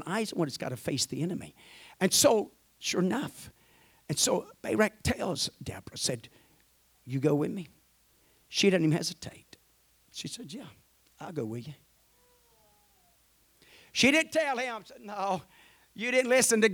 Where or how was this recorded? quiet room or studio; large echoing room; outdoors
large echoing room